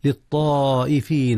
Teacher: مد متصل جاء هنا يا أستاذنا، إذ الهمز والألف في الكلمة نفسها